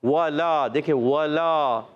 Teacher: واؤ ہونٹوں کی گولائی سے ادا ہوتا ہے